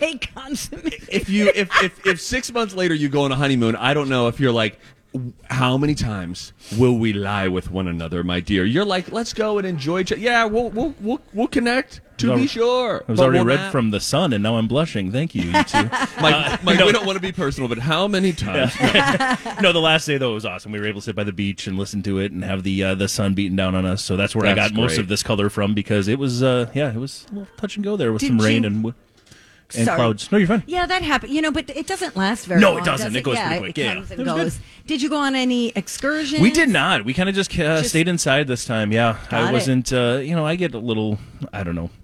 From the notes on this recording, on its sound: LIVE at their last Santa Stop at Southern Lights in Burnsville!